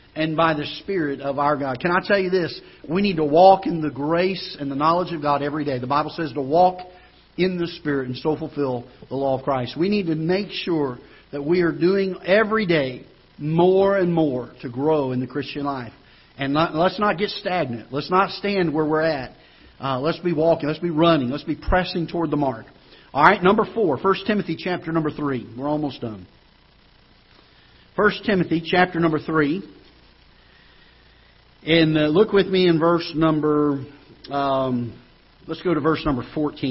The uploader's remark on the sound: Ketha Heights Baptist Church ~ Live Broadcast